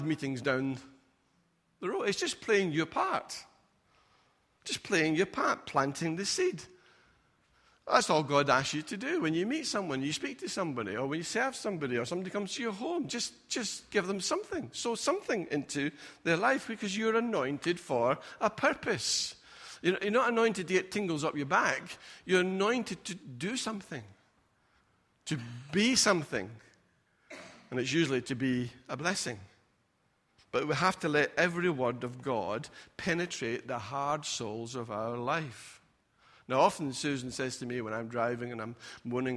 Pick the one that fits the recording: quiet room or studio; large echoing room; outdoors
large echoing room